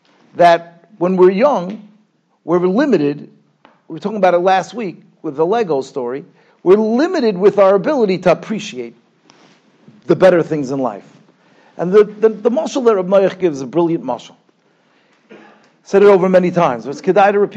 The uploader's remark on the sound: Shiur recorded in Yeshivas Ohr Reuven, Monsey, NY.